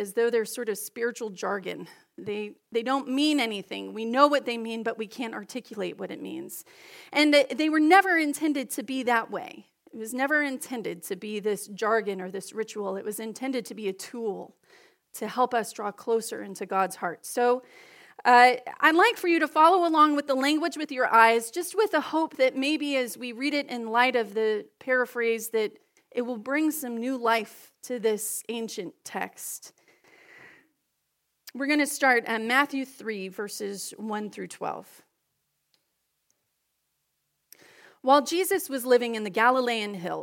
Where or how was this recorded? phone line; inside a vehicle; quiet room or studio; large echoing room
large echoing room